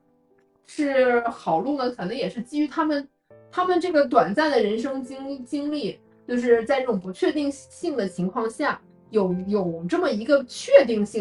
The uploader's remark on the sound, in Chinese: 第一次尝试线下录制，经验不足，效果欠佳，敬请原谅～（下次注意）